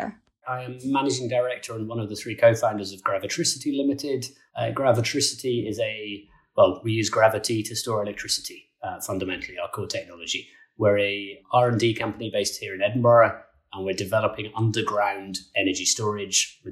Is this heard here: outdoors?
no